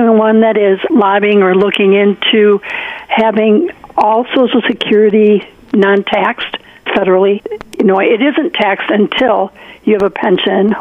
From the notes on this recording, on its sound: Listeners call in with their favorite picks for Democratic presidential candidate 2019.